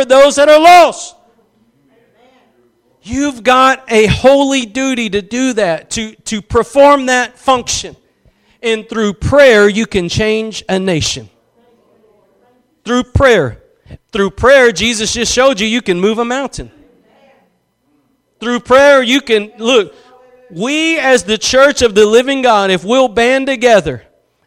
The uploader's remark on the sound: Preached at Gospel Lighthouse in Bossier City, La.